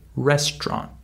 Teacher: We don't say restaurant, we say restaurant. We skip the middle syllable uh, due to the stress in this word. · Term: reduced speech